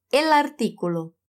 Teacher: O som do L com a língua dobrada se une ao A da palavra artículo. Aí você fala junto.